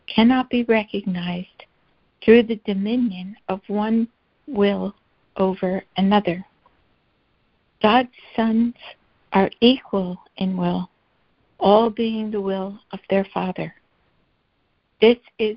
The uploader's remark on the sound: ACIM Daily Conference Call.